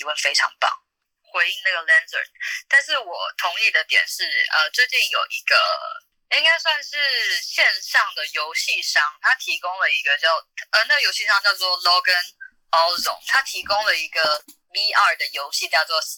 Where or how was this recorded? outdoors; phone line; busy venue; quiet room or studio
phone line